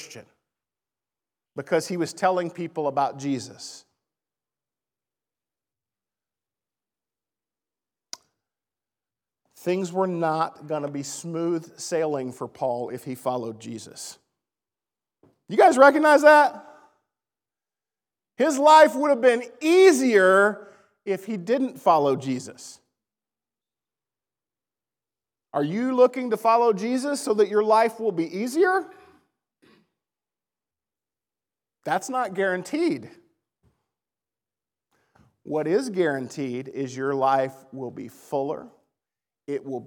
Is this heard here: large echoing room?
yes